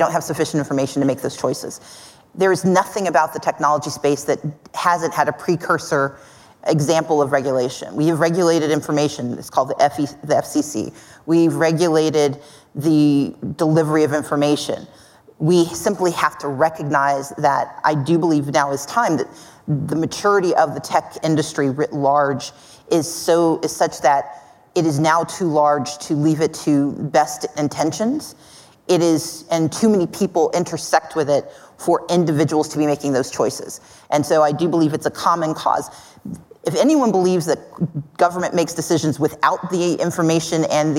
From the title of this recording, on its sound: Live at Code 2019